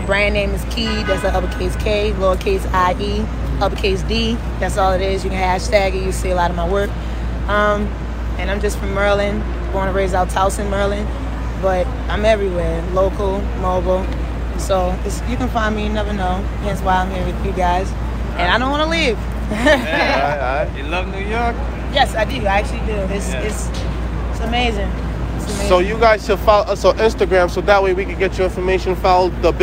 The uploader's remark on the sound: During this episode we filmed live from #timesquare in New York City. We met people for the first time and introduced them to the things that we are doing and to the company.